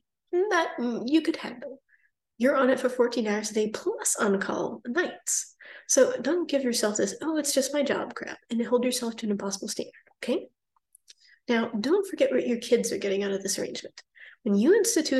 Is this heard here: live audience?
no